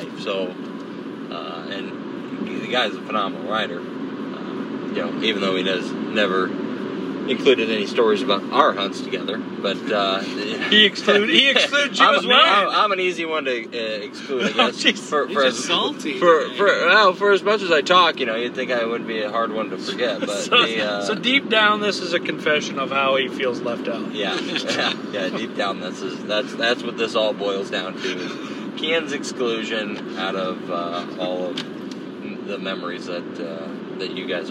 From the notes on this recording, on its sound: One single iPhone recording a conversation on the way home from the Iowa State Fair.